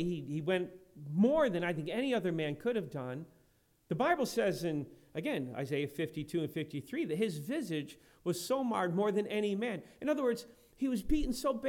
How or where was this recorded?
large echoing room